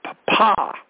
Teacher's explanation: You're supposed to emphasize the second syllable.